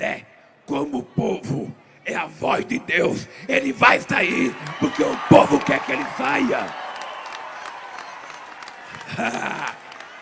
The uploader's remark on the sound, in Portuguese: Participou em Aracaju de ato público no Centro de Convenções de Sergipe.